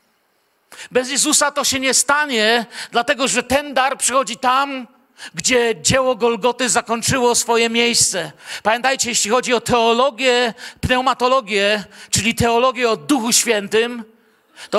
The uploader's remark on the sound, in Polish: Wykład nagrano podczas niedzielnego nabożeństwa w Kościele „Filadelfia” Bielsko Biała.